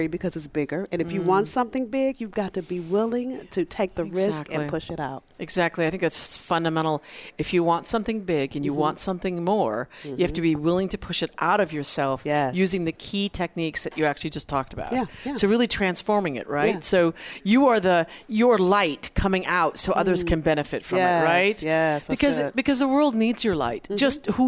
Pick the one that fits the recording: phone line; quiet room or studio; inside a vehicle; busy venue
busy venue